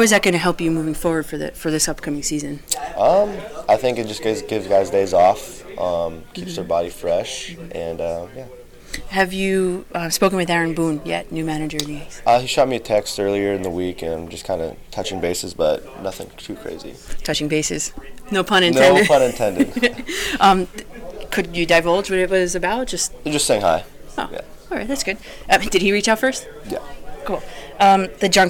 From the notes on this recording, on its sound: Recorded: Saturday, December, 17, 2017 All Star Collectibles, Preakness Shopping Center, Wayne, NJ